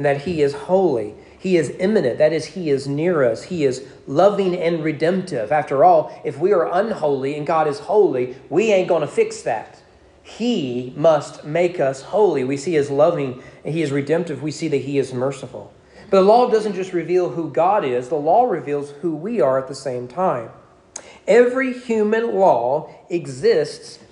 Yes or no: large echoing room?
yes